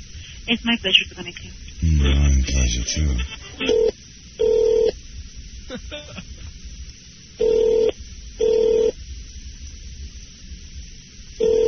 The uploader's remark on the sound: Prank Phone Calls. Original Telemarketers Conference.